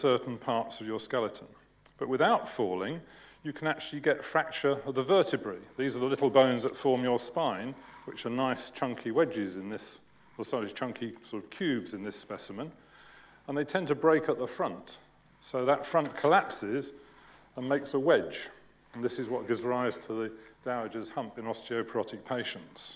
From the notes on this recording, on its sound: UCL Lunch Hour Lecture